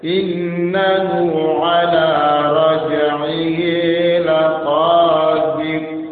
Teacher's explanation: Ditahan dua harokat karena ada waw kecil